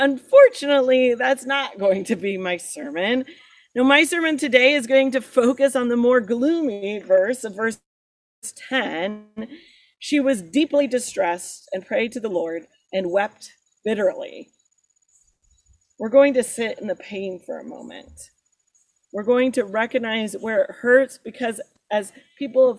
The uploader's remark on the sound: Sermon recorded at Garfield Community Farm